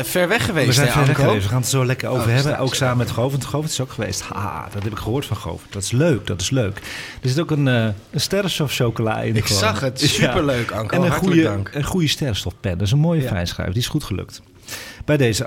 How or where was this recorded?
busy venue